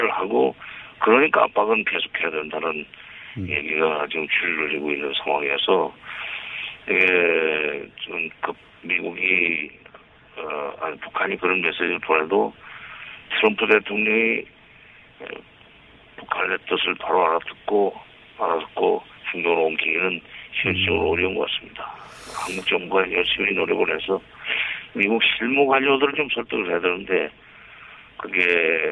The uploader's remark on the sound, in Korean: 전화연결